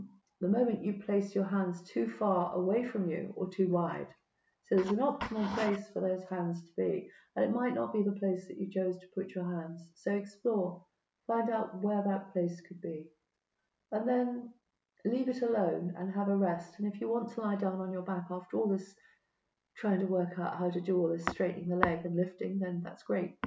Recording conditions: poor microphone